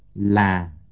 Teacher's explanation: La, low falling tone.